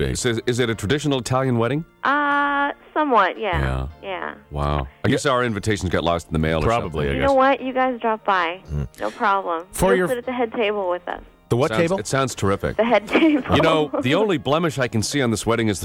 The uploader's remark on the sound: prank phone call